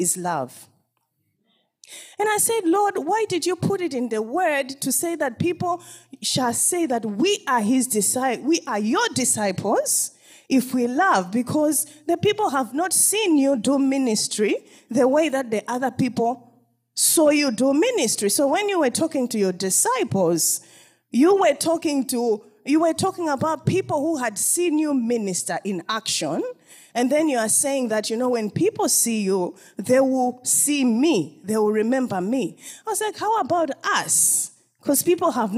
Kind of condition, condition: setting, live audience